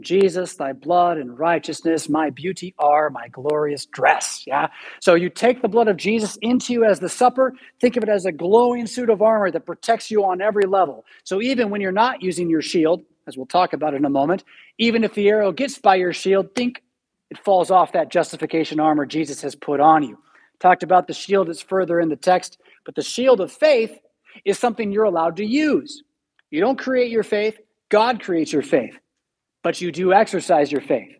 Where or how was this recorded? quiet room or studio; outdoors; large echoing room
large echoing room